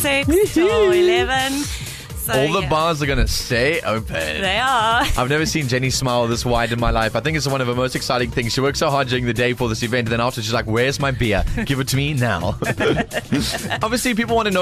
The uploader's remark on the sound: Harfield Village Carnival. Live from the event.